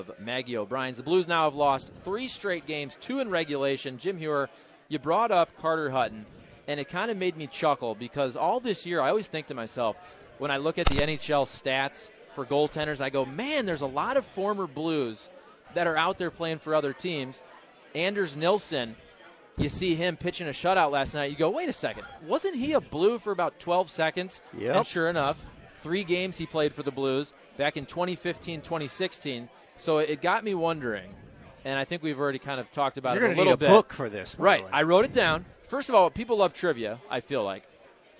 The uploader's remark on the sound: broadcasting live from Maggie O'Briens